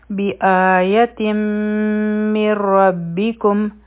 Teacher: کوو به ټیک شو نو دا به شي بآیت من ربکم دلته کې به د نون ساکن او را چې دی ادغام به وشي ټیک شو او په دې کې به د نون یا د غنا آواز نه وي نو دا ټول لفظ څنګه ویلی کیږي بآیت من ربکم او